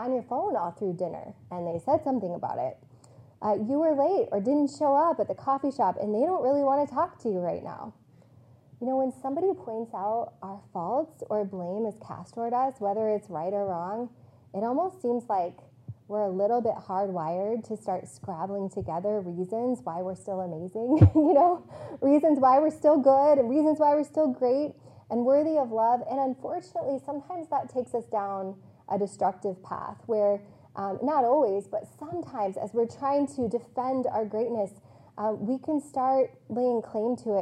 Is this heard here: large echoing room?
yes